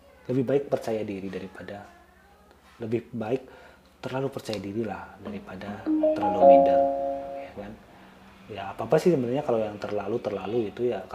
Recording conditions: background noise